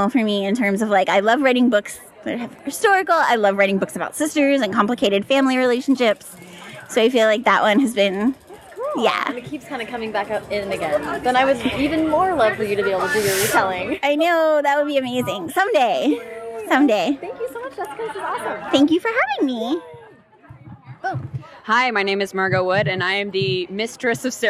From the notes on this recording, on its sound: A mashup of lightning-round interviews conducted at the YALLWEST festival. A mashup of lightning-round interviews conducted at the YALLWEST festival.